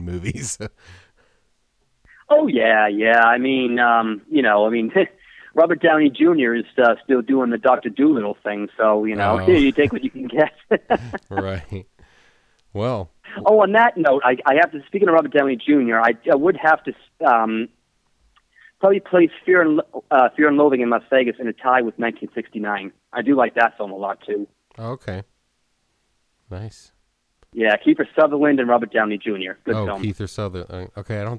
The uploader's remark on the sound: We had a phone call chat.